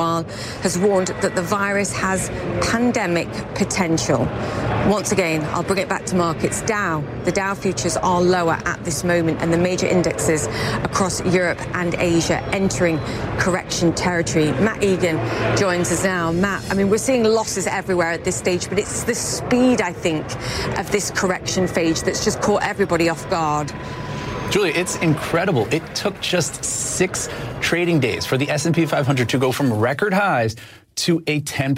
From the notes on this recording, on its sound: Live from The New York Stock Exchange.